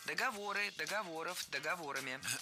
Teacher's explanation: ударение в слове «договор» не двигается, всегда остается на третьем слоге · Term: неподвижным ударением на основе